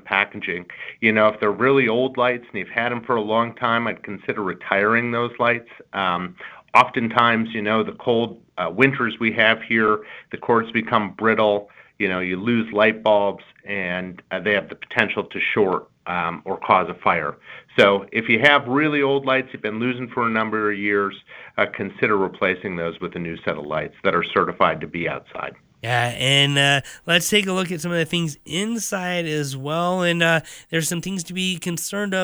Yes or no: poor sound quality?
no